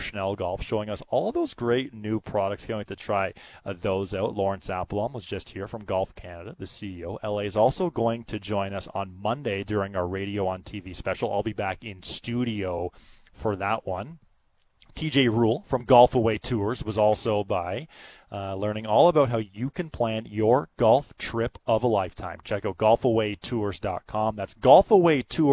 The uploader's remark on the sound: Today, we are live from the Rink Hole during the 1st round of the RBC Canadian Open!